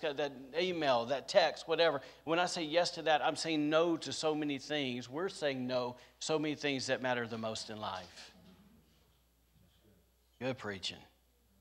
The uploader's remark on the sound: Was recorded on Sunday, January 2nd, 2022, during service at The Anchor Church in Rockport, Maine.